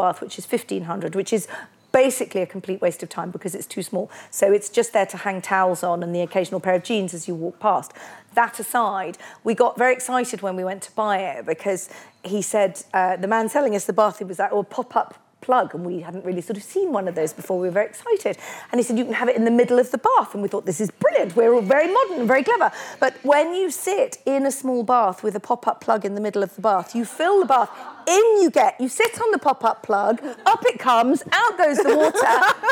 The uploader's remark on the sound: Live from Dublin!